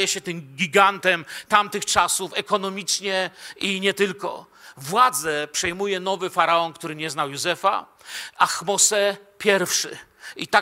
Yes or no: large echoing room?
yes